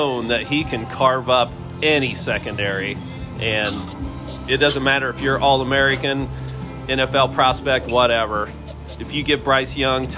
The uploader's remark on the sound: On location from Deviate Brewing.